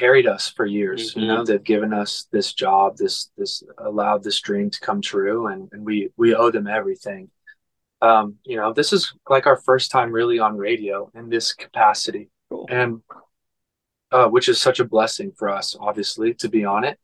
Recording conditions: video call